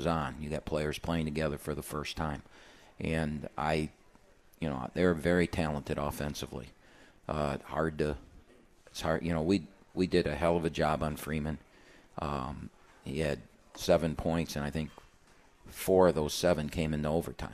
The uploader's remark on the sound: live from RJs Pub in Rochester Hills!